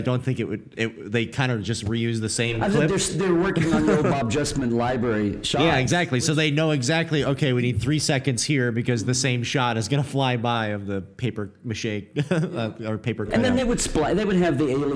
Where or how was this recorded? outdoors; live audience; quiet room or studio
live audience